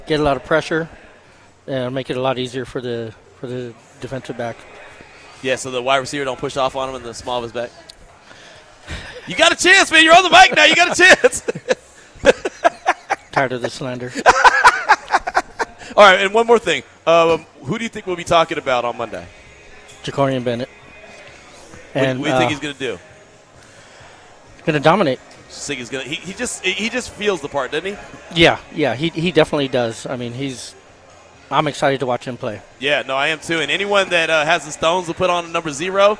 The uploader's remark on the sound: LIVE AT BUFFALO WILD WINGS